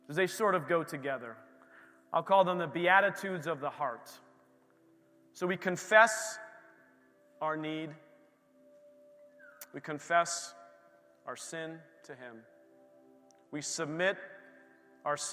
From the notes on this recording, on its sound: This recording is of the whole service (excluding worship).